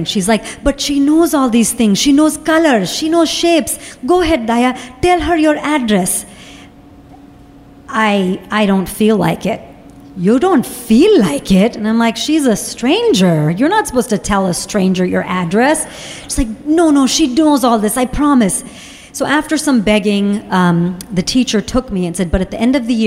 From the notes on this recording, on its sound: Live From Austin! Live show in the city that keeps it weird, Austin, Texas.